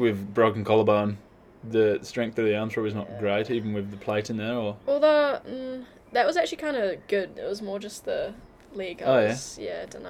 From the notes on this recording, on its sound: We recorded this episode at the new ilabb house, "The ilodge" . We were sat outside on the deck so you may hear a few cars and lambs from time to time.